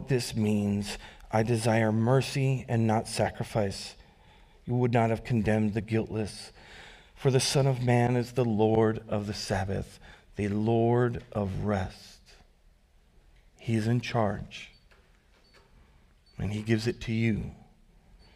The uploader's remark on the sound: Recorded live at Word of Life Church in Le Sueur, Minnesota, on January 28, 2024